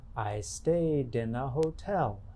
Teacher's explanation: Americans generally link the ed ending to the next word that begins in a vowel sound. · Term: linking